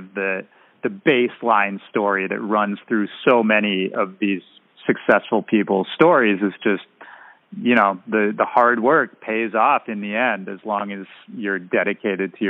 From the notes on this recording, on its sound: Checking in via phone from San Diego.